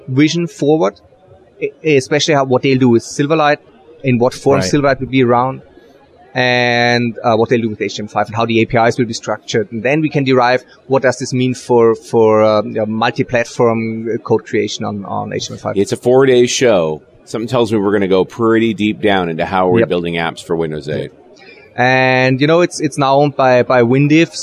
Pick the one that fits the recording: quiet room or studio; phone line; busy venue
busy venue